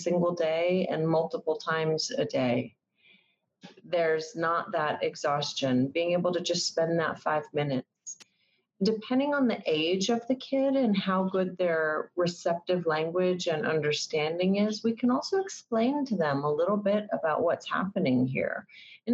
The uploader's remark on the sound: We’re recording this podcast today on a video call, so the sound quality may be different from what you’re used to hearing when we typically record this podcast in the studio.